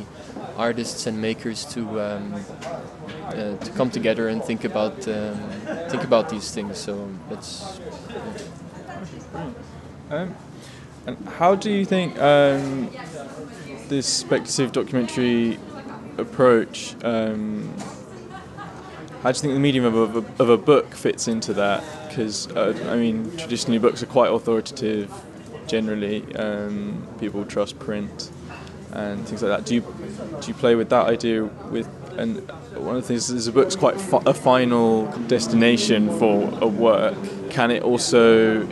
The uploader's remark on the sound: The episode was recorded at Polycopies book fair in November of 2018 during the Paris Photo weekend.